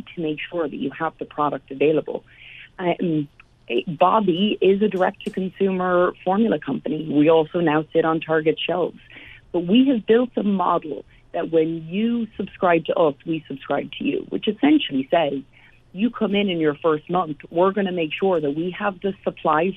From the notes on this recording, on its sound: joins via phone